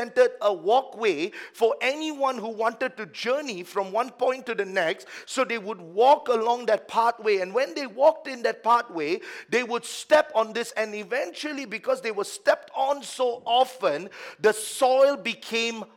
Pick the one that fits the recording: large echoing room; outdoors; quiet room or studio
large echoing room